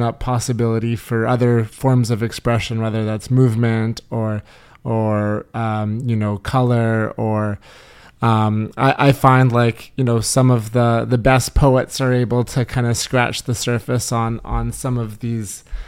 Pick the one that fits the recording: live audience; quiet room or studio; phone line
quiet room or studio